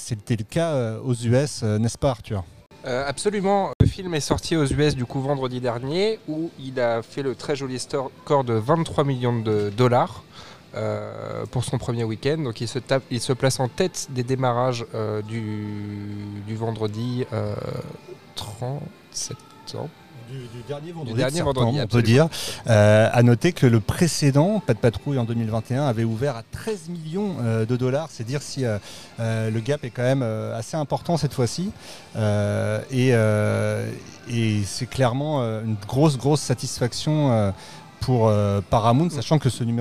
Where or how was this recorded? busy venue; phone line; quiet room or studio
busy venue